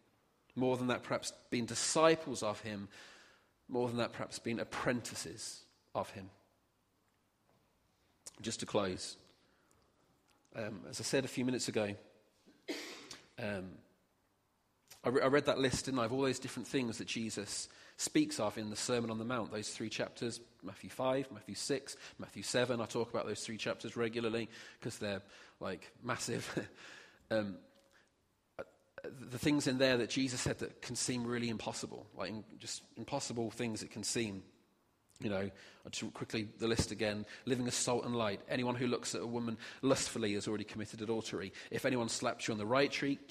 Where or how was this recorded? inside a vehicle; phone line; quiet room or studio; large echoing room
large echoing room